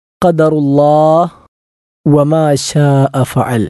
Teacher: ഖാഫ് എന്നത് അണ്ണാക്കിൽ നിന്നും പുറപ്പെടേണ്ട അക്ഷരമാണ്. ഖാ എന്നത് ഖദറുല്ലാഹ് എന്ന് പറഞ്ഞാൽ തെറ്റാകും.